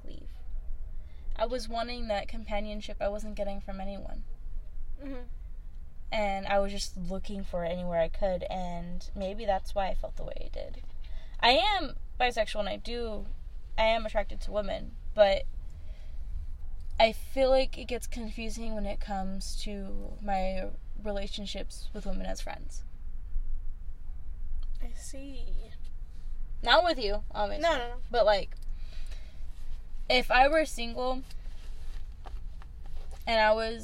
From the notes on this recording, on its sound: WARNING for all headphone listeners this rip is loud as hell